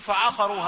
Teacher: عين رقيقة والقاف مفخمة